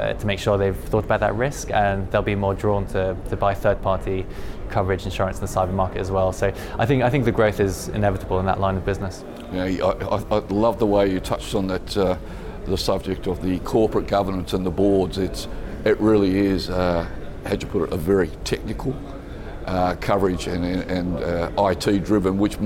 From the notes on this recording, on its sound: at the Singapore International Reinsurance Conference